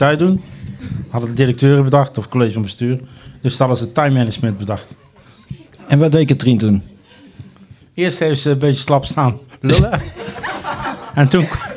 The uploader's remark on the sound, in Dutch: Deze 75e aflevering staat in het teken van de afscheidsborrel. Tijdens de afscheidsborrel wordt de Zoemer Live opgenomen met in het punliek alle collega's, oud-collega's en oud studenten.